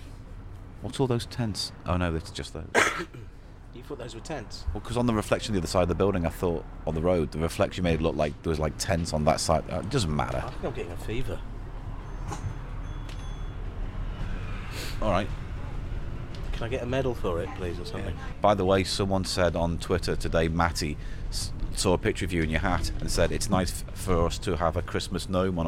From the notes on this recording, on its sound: take a merry wander through London, starting in Angel, Islington and ending in Highgate Village.